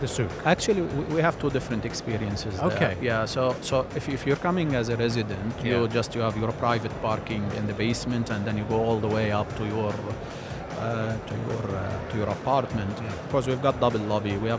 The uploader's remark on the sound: our special live broadcast show from ACRES 2024